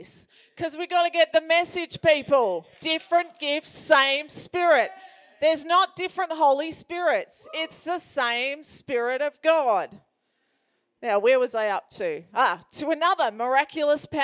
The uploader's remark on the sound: This message was recorded on 30/01/2021 during a Prophetic Activation event.